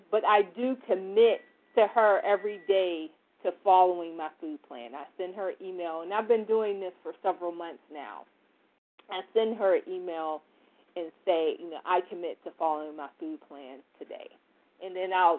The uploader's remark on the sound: from the 100 Pounders Phone Meeting